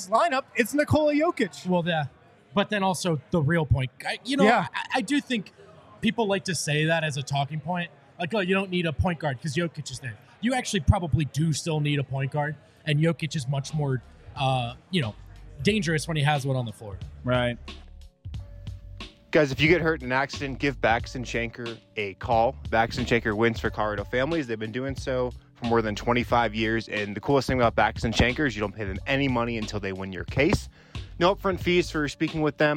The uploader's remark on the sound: Live from the DNVR Bar. Audience Q&A.